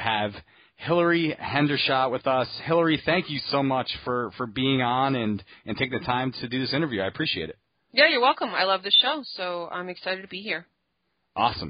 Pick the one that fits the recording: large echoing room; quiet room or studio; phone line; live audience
phone line